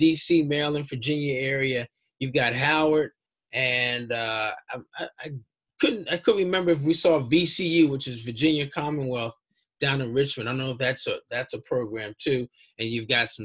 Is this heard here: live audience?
no